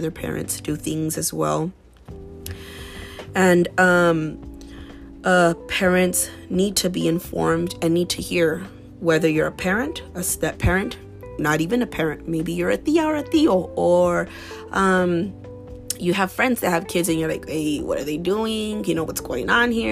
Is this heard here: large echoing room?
no